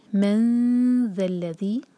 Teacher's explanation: نون کی آواز کو چھپائیں گے، ذال کے لیے زبان تیار کریں گے